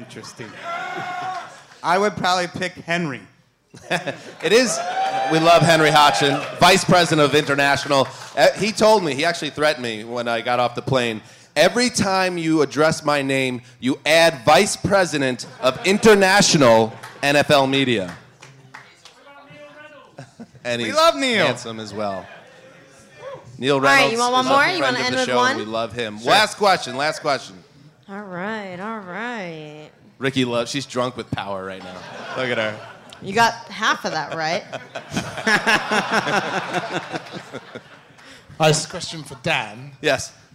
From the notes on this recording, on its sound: From the Curtain Club in London. Hang out with lucky fans at the Curtain Club in London. In front of an energetic crowd.